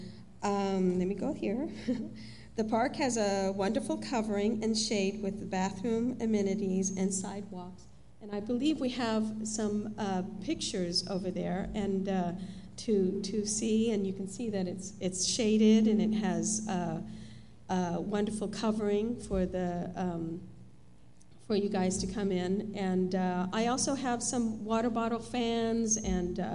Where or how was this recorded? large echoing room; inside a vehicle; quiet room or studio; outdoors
large echoing room